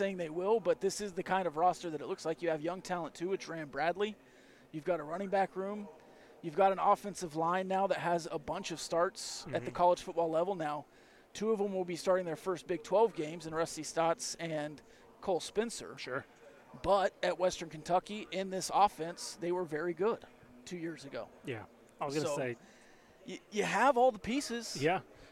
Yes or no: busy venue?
yes